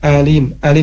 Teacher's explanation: huruf alif harus jelas ya, alim, alim, jangan masuk ke hidung